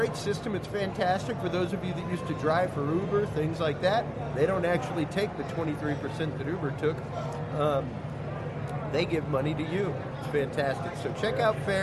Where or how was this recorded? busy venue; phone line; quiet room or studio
busy venue